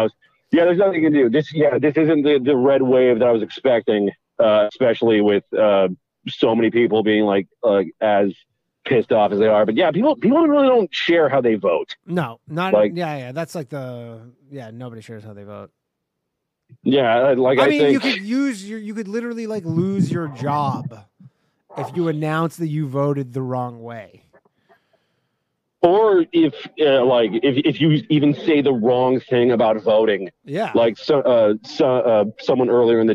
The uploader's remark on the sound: The bad advice question/call in show.